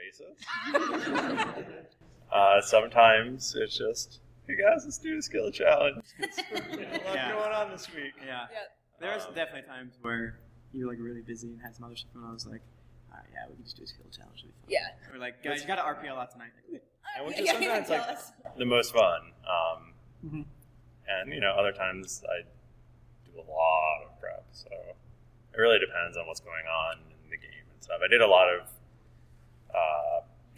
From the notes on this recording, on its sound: The audio is a little rough, and we did what we could to fix it